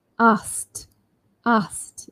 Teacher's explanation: So for some of us, it might be very difficult to move from S-K and then T. You can actually omit K altogether and just think A-S-T